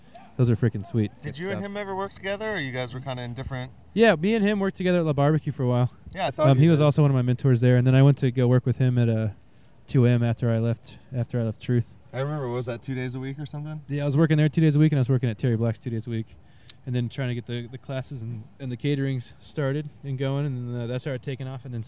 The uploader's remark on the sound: I’ve got a long list of people that I got to speak with while I was walking around.